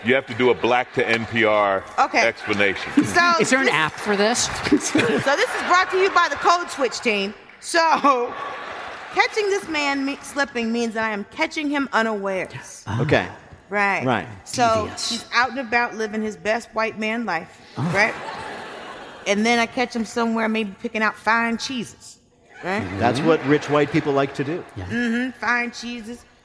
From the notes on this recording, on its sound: from our live performace in Philadelphia last August